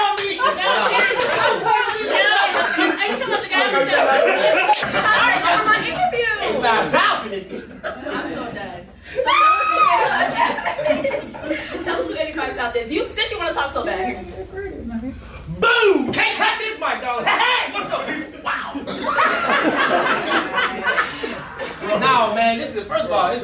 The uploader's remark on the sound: THE FAMU HOMECOMING STAND - UP COMEDY SPECIAL. The school shut the lights and microphones off.